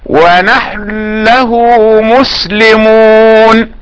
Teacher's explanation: لكن استثنى السوسي لفظ نحن فأدغمها مع كونها مفتوحة بعد ساكن، مثل قوله تعالى: ونحن له مسلمون، يقرأها بإدغام النون في اللام فيقرأ هكذا: ونحن له مسلمون، نسكن الحاء ونحن له مسلمون.